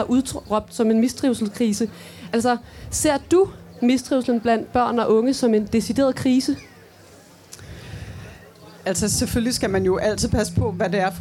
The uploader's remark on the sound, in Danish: Podcasten er optaget foran et publikum på Folkemødet 2023.